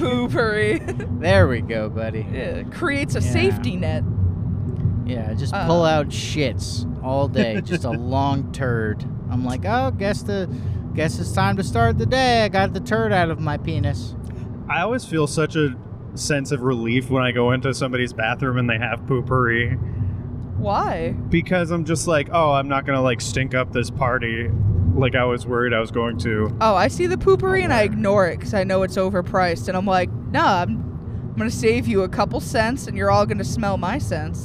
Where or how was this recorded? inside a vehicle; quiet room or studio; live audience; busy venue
inside a vehicle